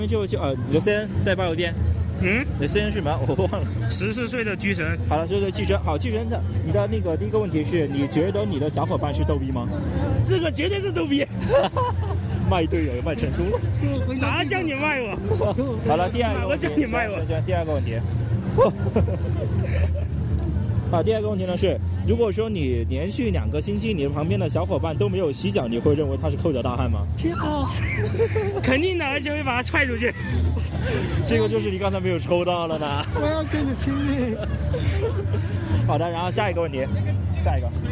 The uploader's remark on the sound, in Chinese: 本次为大家带来的是我们本地ComicHope06同人展的现场采访活动。